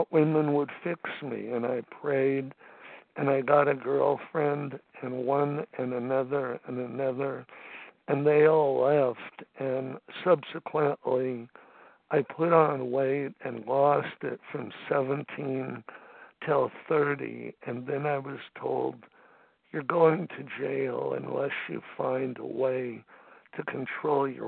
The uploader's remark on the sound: 100 Pounders Phone Meeting, 9/26/23.